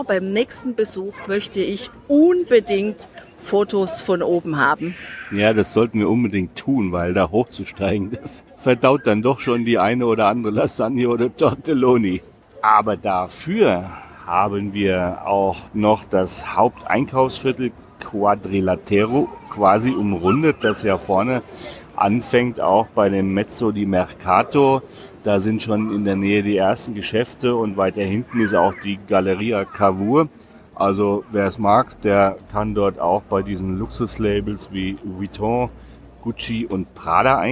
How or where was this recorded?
outdoors